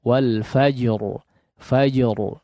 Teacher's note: Huruf ra di situ ada sifat tafkhim, tebal. Tebalnya tunaikan, ya.